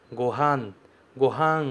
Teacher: Veja que eu não falo gohan, gohan. Eu não estou nasalizando an. Eu falo gohan, gohan. Ha, depois n.